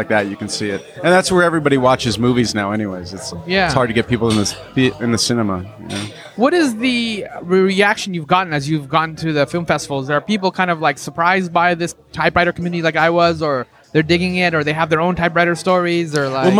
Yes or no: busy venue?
yes